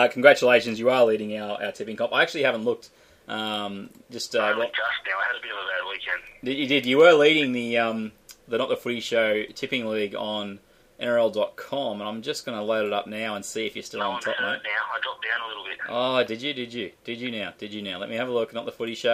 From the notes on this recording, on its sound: on the phone